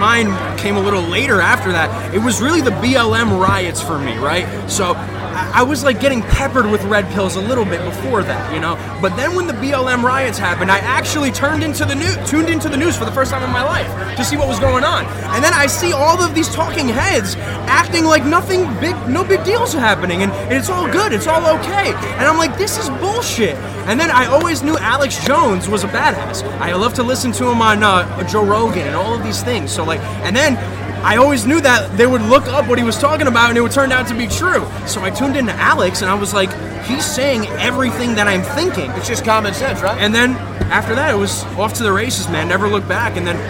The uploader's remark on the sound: Live From The Reawaken America Tour!